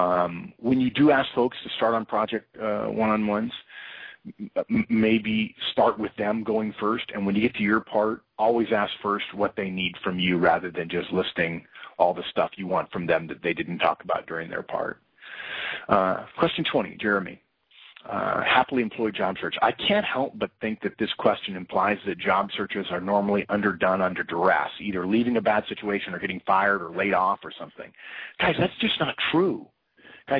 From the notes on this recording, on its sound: September 2012 Conference Call